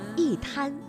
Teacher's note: 所以呢，我们应该读去声一滩